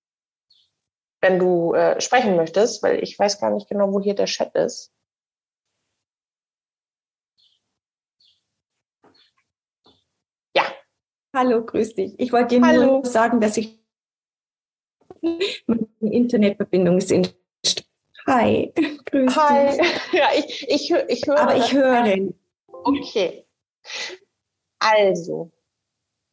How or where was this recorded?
video call